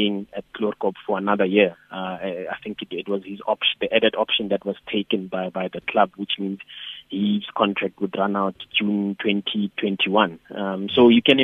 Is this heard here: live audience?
no